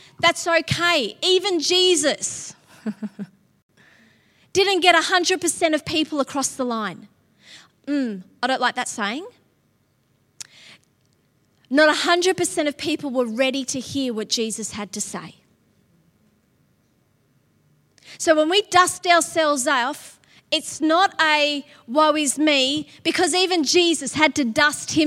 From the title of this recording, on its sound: LIVE at Echo Church